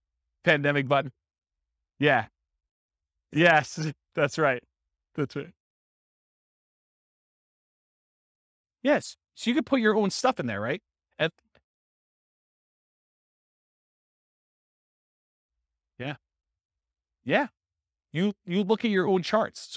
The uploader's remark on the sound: This was a live class recorded